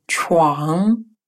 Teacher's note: произносится как сочетание русских звуков уан, только звук н носовой